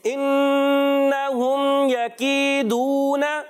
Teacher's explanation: यहाँ पर काफ की अदायगी क्लियर करनी है, काफ बारीक रखना है, मोटा नहीं करना। या मद्दा एक अलिफ खींच कर अदा करेंगे, यहाँ पर वाउ मद्दा, इसको भी हमने एक अलिफ खींचना है। · गुन्ना नहीं करेंगे और मीम को खूब जाहिर करके पढ़ेंगे · Term: इजहार शफवी